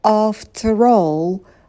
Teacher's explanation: After all, обращайте внимание на долгие гласные. В первом случае будет долгий а. After, во втором случае долгий о.